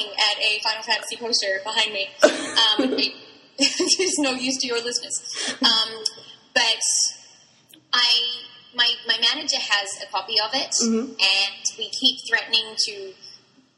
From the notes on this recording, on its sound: we've tried our best to take away the echoes, but there might be some technical problems with the recording.